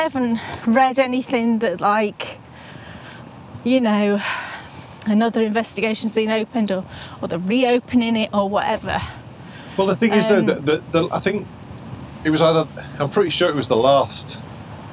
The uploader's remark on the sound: Head out for a winter walk